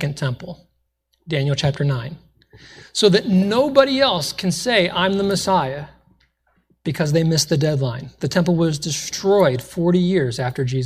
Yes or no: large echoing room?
yes